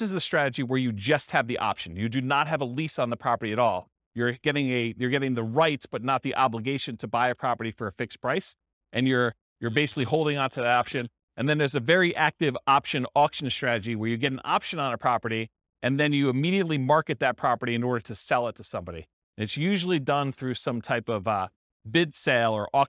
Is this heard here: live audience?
yes